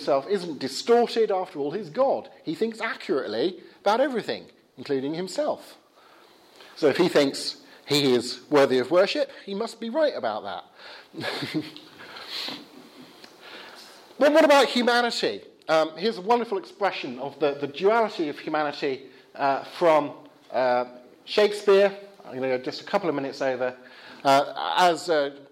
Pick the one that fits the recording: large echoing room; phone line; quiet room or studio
large echoing room